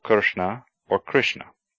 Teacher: Short R, br, is like the RE in fiber, as in pitre, father. In India today, the R vowel is often pronounced RI, ri